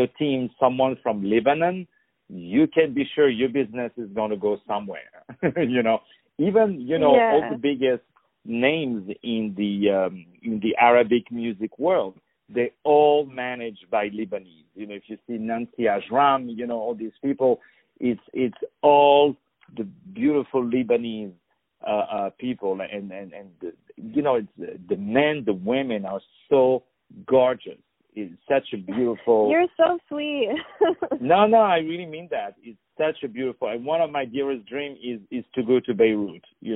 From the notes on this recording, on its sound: On the phone